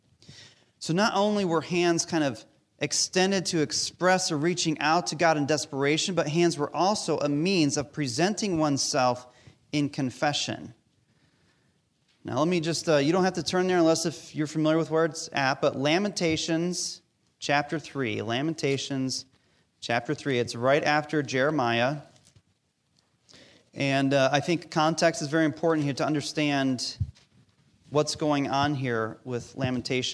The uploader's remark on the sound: Recorded live during our Sunday Service